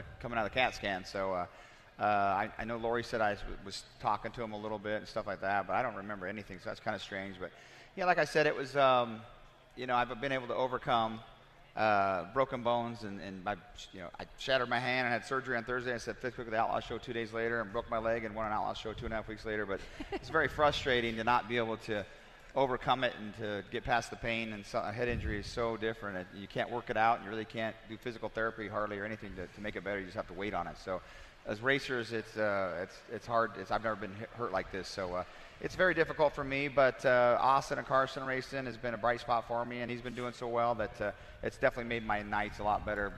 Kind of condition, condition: setting, busy venue